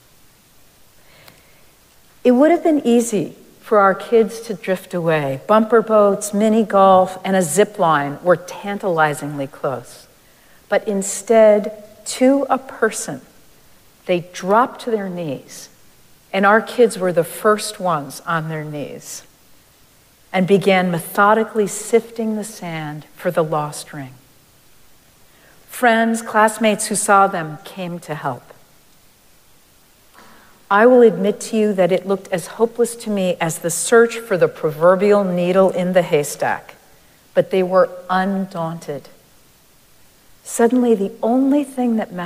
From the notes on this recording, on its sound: Recorded live at Arlington Street Church